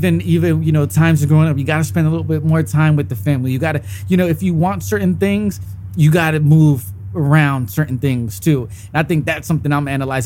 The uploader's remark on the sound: Over the holiday break I set up the podcast in the backyard just like we would normally do without the microphones, and let the conversation flow.